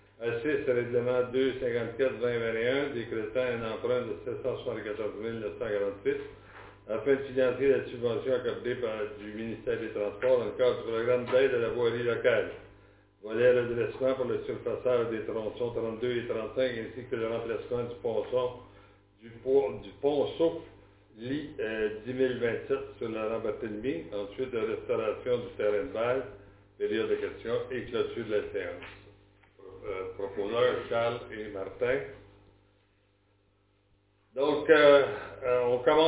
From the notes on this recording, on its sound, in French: Enregistrement de la séance extraordinaire du conseil municipal de Saint-Léon-le-Grand du 31 mai 2021